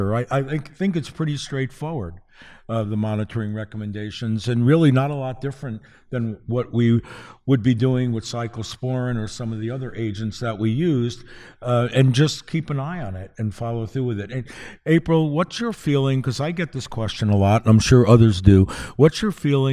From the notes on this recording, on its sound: live at Winter Clinical Hawaii 2023